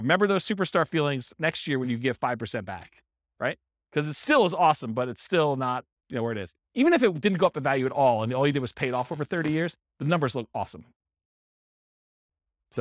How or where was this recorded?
live audience